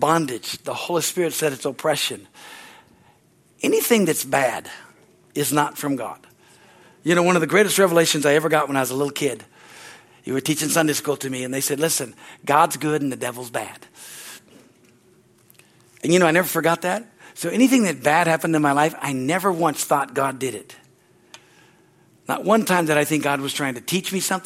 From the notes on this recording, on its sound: from the Wednesday service on April 19, 2023 at Harvest Bible Church in Stockton, CA.